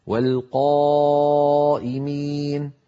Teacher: لاحظوا بأن الألف فخمت لأنها سبقت بقاف، والقاف من حروف الاستعلاء فهي مفخمة دائما